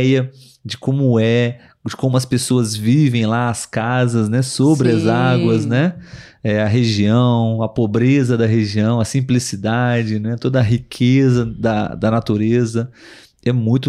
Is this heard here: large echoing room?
no